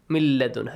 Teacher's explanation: You skip noon, you merge it to lam.